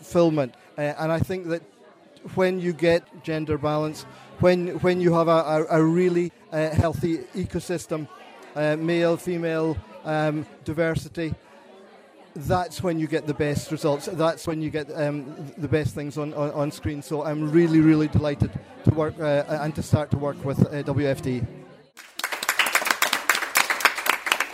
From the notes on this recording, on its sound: WFT recorded a special podcast live from the House Hotel in Galway.